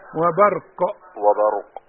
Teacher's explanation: لو وقفنا على القاف، أي قاف في المصحف، أي قاف نقف عليها نقلقلها، وقلقلة قاف أقفل الهواء عند الحنجرة وأسيب شوية هواء تحصل قلقلة